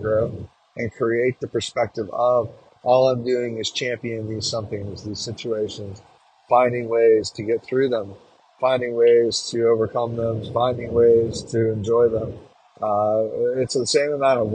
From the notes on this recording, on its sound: Our 13th episode was recorded while on a road trip, creating a different quality than our normal.